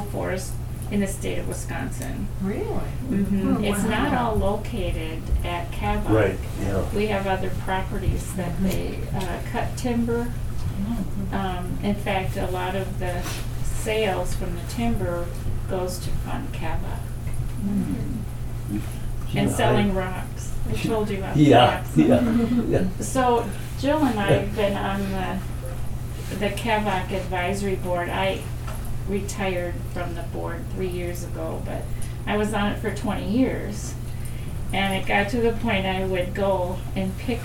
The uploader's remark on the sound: This was recorded in the RDL meeting room in December, as a kickoff event for the Rhinelander District Library Foundation’s annual Ced Vig Holiday Book Fund. We will hear more from attendees at that event who took turns sharing their own stories.